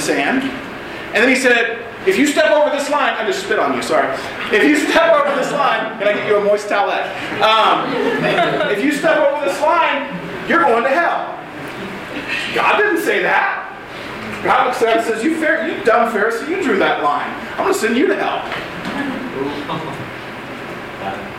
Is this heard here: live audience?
yes